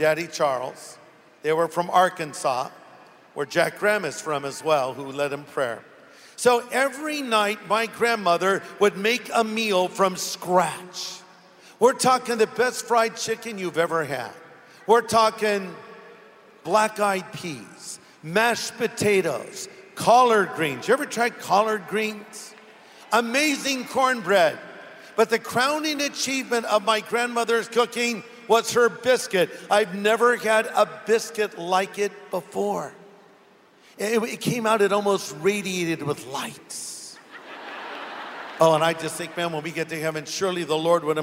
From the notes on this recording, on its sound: Originally preached at the SoCal Harvest.